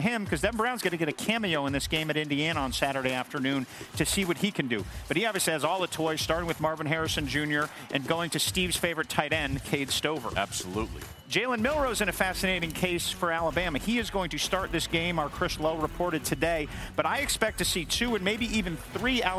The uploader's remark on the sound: Live from Charlotte